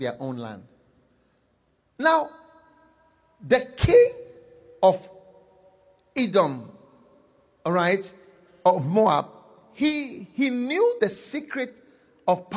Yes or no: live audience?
yes